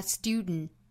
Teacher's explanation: 在后面的这个音节用鼻子去呛这么一下 · Term: 鼻腔爆破